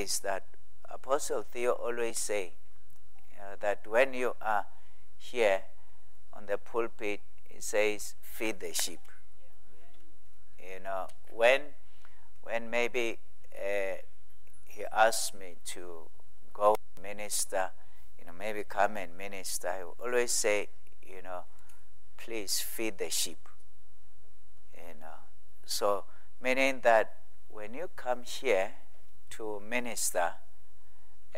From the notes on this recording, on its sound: at God's Tabernacle Christian Family Church's evening service on the 30th of April 2023